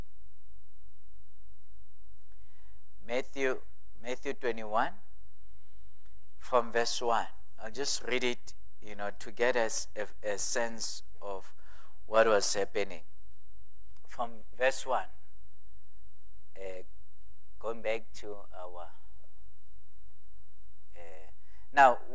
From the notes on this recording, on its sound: at God's Tabernacle Christian Family Church's evening service